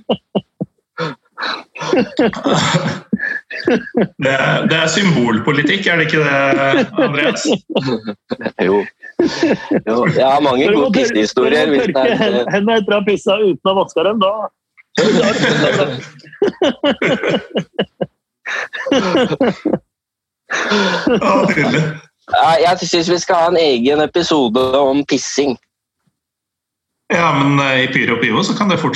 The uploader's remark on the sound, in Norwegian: Vi er tilbake på norsk, denne gangen med god, gammel internettopptakslyd!